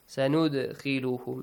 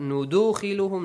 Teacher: The dal appears ساكن and قلقلة. The rule قلقلة is applied. Echoing sound. · Shown in: first take